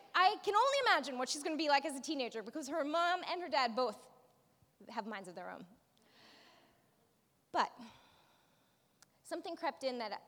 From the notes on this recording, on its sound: preached this message at our Movement Community on Sunday, April 22nd.